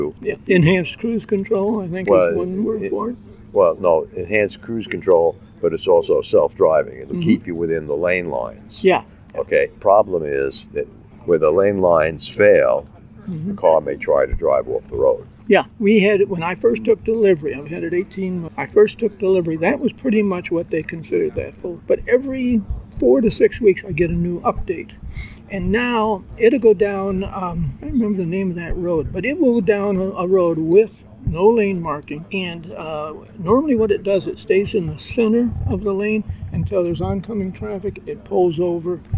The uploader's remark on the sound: This show was recorded outdoors and has sub-standard audio.